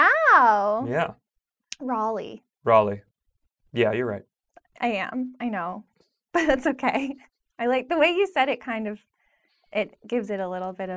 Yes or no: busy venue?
no